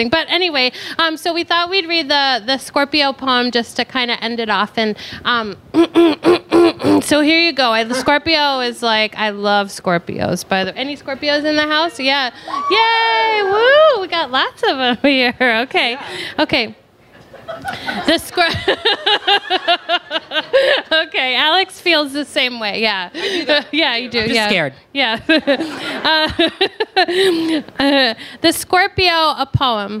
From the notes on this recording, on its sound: Hear the Astro Poets LIVE at the Strand. Take their podcast to the Strand for a live event full of laughs.